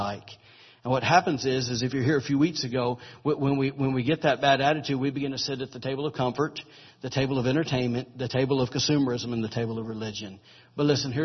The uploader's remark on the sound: recorded October 29, 2017, during Sunday morning service at Celebration Life Family Church.